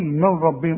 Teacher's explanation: نون سكنة بعدها راء ادغام كامل، ها بدون غنة